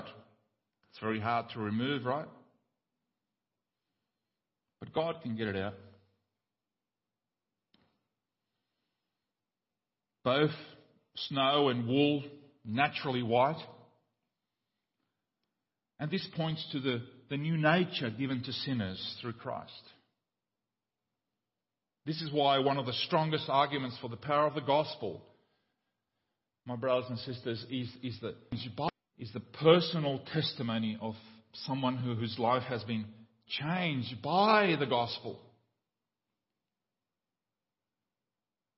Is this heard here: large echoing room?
yes